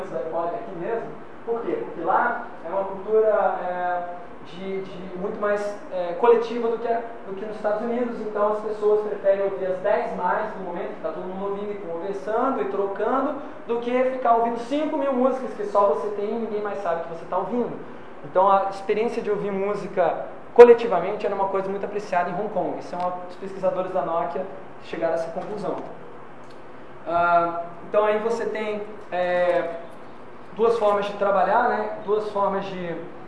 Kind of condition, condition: setting, live audience